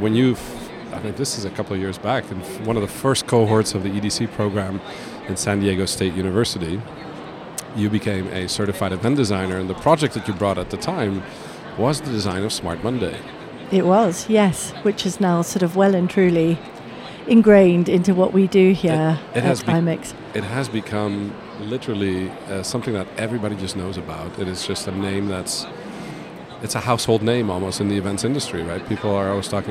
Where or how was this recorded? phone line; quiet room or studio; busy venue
busy venue